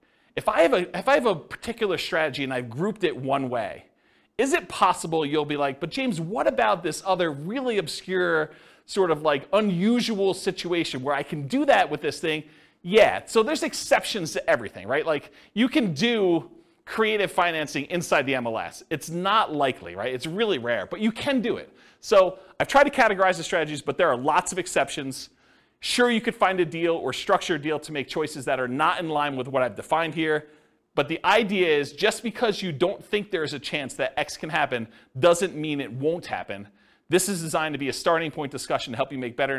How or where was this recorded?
live audience